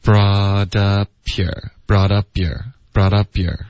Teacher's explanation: 你接着发 ear 的时候呢嘴唇会爆破一点所以就会导致一个 p 的音